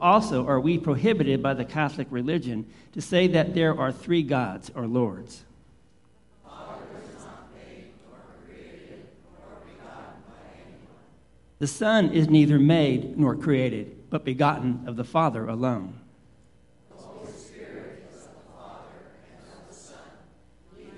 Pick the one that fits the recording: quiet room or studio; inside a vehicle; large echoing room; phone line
large echoing room